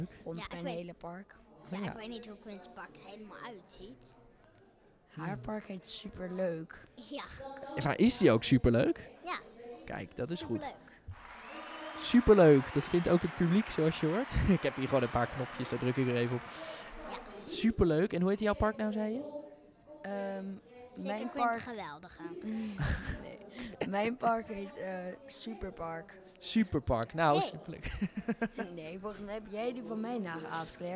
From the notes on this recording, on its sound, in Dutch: Samen met bekende én onbekende podcastmakers, probeert hét mediafestival van Nederland om het wereldrecord podcast maken te verbreken. Spreekt tijdens de Museumnacht 2022 met bezoekers en medewerkers van Beeld & Geluid Den Haag.